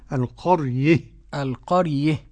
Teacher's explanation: القرية إذا وقفنا فيها للكساء قولا واحدا الإمالة